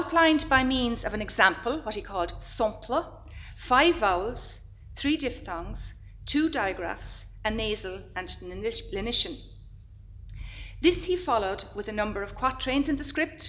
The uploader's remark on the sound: Library Lunchtime Lecture. Location: Academy House.